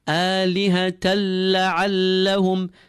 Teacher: We have idgham without ghunnah appearing here. So we assimilate the tanween with the lam and we do not pull that lam.